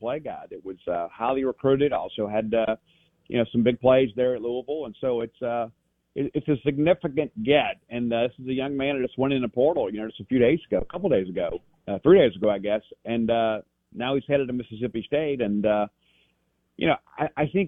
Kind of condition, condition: link, phone line